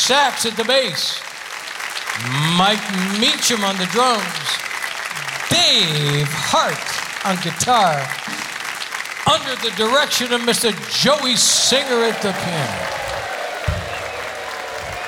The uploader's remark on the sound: Live at the SouthPoint Casino